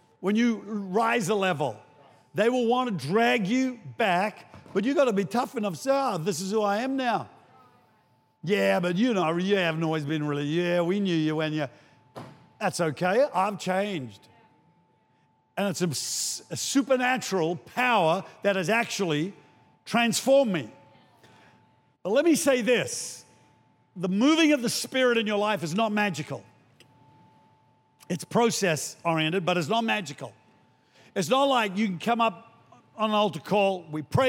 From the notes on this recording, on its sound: Recorded during our 9am service on Sunday, the 16th of April 2023